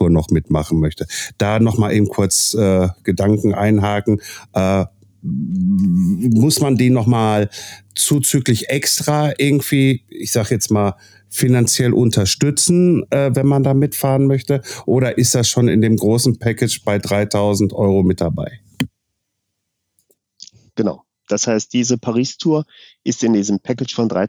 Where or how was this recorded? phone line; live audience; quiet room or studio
quiet room or studio